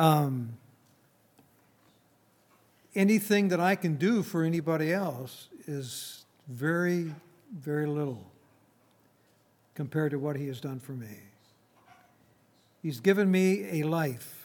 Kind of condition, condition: setting, large echoing room